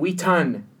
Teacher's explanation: really putting a huge emphasis on that last syllable